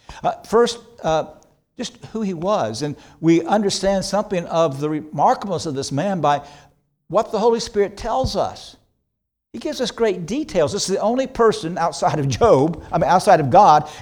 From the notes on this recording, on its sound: This sermon was preached on January 28, 2024 at Antioch Presbyterian Church, a mission work of Calvary Presbytery of the Presbyterian Church in America located in Woodruff, South Carolina.